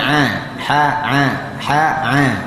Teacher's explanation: makhrajnya ha adalah dari tengah. Kalau seandainya kita bagi dua tenggorokan kita ini, dia dari tengahnya.